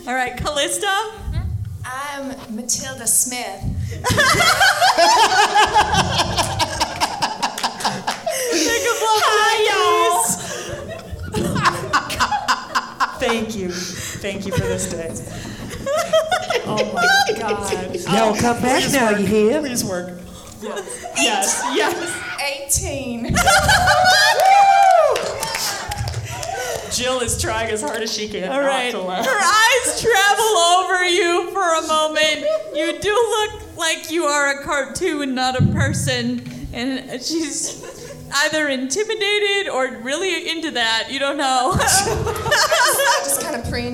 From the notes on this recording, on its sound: This episode was recorded live at Grand Rapids Comic-Con. Music and Sound F/X by Syrinscape.